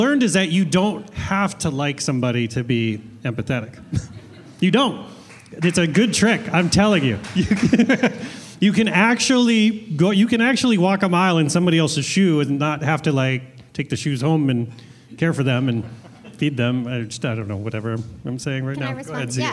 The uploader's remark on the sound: This live podcast recording of 'The Schmidt List' at Fulton Taproom